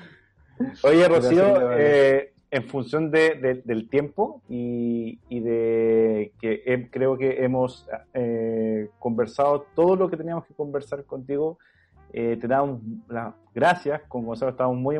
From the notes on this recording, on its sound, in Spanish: En tiempos de cuarentena, las grabaciones virtuales nos una oportunidad única para sentarnos a conversar con más invitados del ecosistema local y nacional.